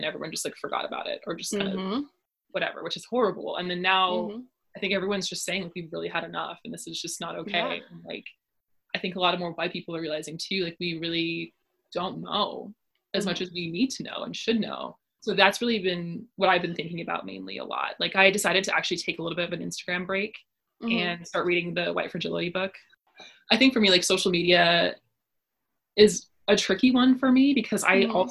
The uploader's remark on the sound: this time from the virtual Zoom studio